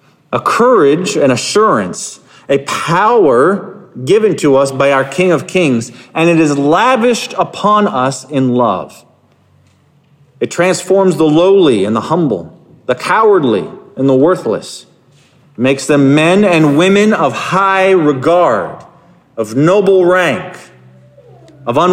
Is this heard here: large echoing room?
yes